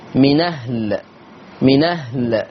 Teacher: عندي فيها النقل فتصير نون مفتوحة